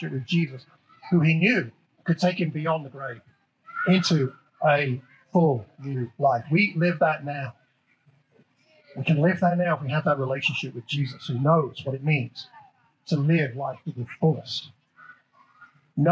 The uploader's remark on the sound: The annual outdoor service at Wellington Country Park was a delightfully hot day.